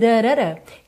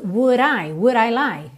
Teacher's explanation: No inglês americano se faz muito isso. Esse D vira r, que é um contato muito rápido da língua com o céu da boca.